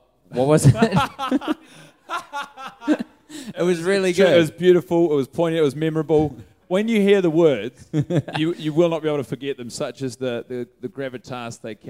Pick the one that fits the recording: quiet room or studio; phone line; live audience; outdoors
live audience